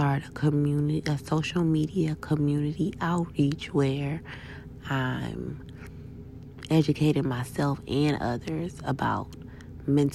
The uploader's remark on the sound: I recorded this Voice note.